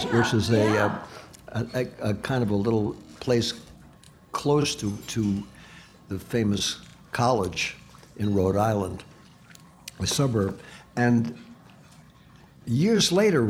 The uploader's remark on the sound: Recorded live at the Jazz Kitchen.